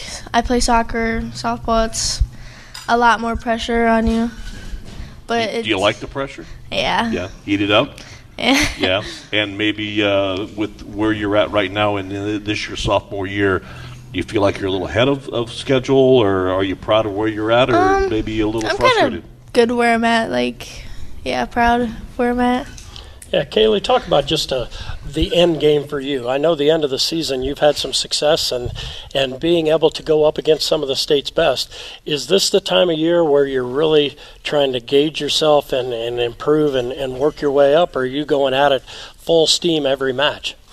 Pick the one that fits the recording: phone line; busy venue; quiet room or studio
busy venue